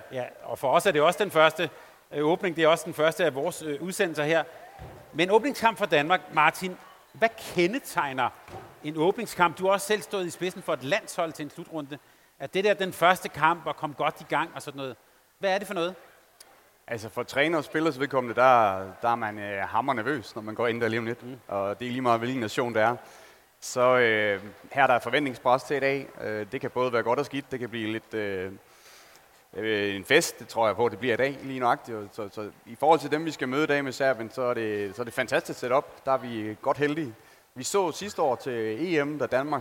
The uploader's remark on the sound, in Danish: Optaget live i Fanzonen i Boxen fredag eftermiddag.